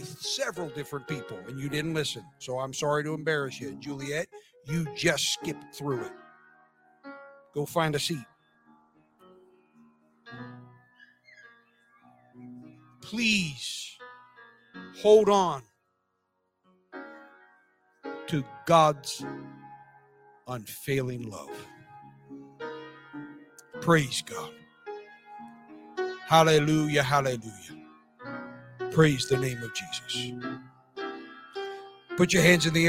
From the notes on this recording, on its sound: This sermon was recorded live on October 2nd, 2022 at Newark United Pentecostal Church.